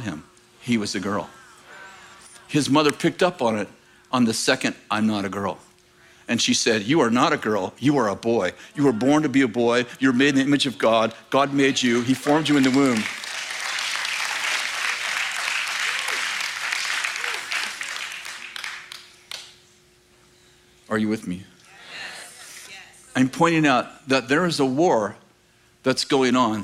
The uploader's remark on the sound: In this clip from School of the Prophets 2023, at Bethel Church in Redding, CA.